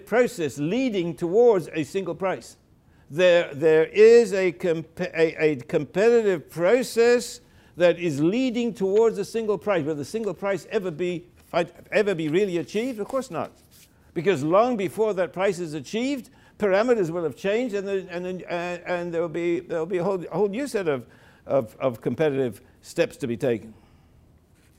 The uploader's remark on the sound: Delivered the keynote lecture.